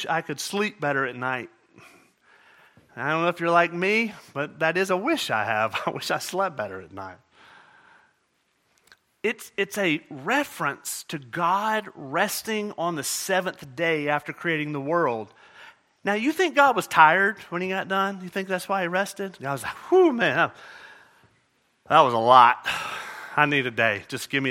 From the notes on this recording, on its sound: At Murrieta Valley Church in Murrieta, California.